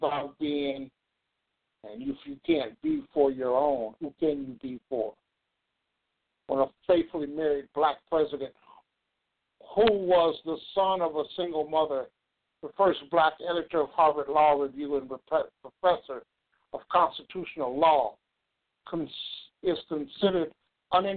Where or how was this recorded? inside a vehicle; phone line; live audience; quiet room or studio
phone line